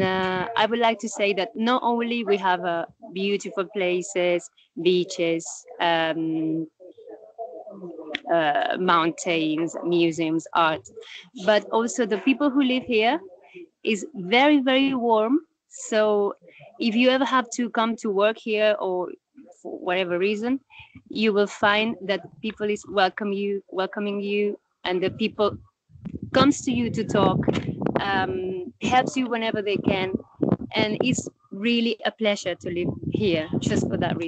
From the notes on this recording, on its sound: From a parc in the beautiful city of Barcelona, so I hope you'll appreciate the surrounding sounds, I think it makes the interview more authentic. We get to hear the atmosphere as well.